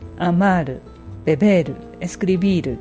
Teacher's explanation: 最後の部分が強く発音されます